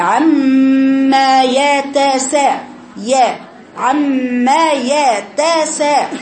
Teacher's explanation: بعد ما اجيب الغنه واطولها لانها ميم مشدده، بفتح الميم